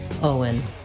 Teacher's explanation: And then the letters E-N say the schwa sound, and the N, un, Owen, Owen, Owen, Owen. So it just happens naturally as I move from O to un, Owen, that the W comes in